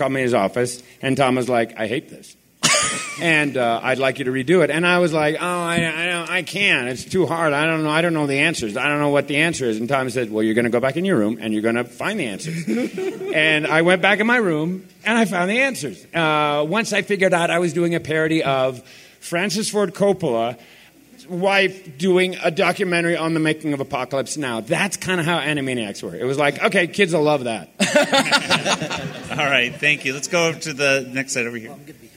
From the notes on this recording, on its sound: Today's episode features audio from the Animaniacs panel at FanX! Has some great questions from the audience.